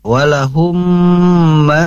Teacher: Nah, di sini ada yang perlu ibu perhatikan pada kondisi atau kalimat walahumma. Nah, itu ada mim bertemu mim, harus ditahan · Term: idgham mimi